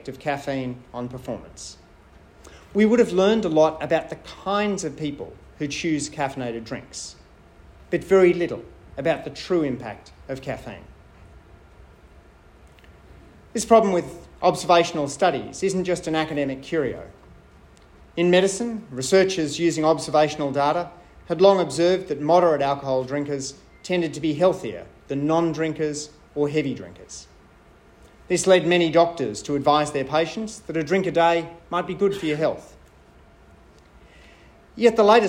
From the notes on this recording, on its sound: I spoke at the Australian Evaluation Society’s annual conference.